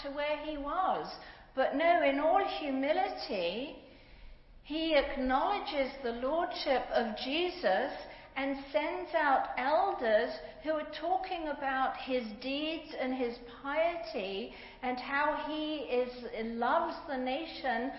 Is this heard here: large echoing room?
yes